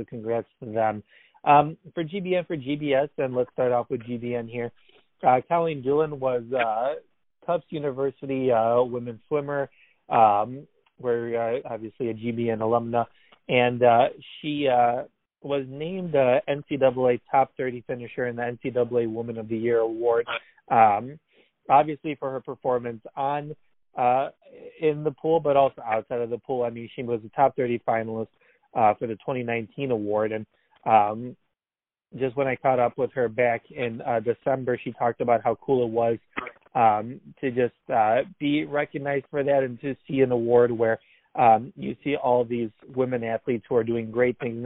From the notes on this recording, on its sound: Our guys hop on the phone for a second straight quarantine version of The Varsity